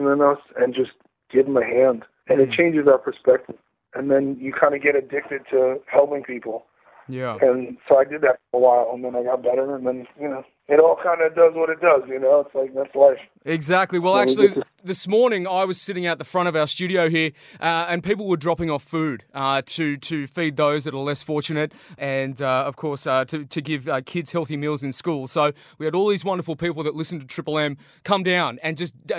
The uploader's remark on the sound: got on the phone